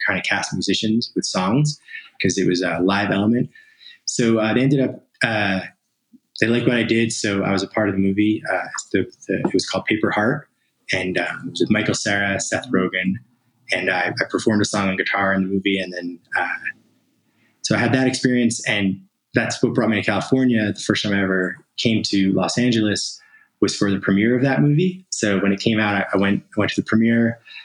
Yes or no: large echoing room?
no